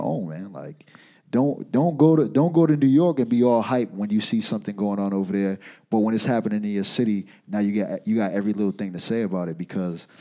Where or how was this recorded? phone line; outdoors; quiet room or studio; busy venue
busy venue